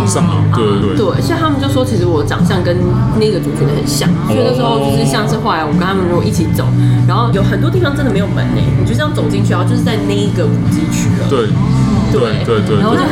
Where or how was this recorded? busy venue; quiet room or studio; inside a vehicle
busy venue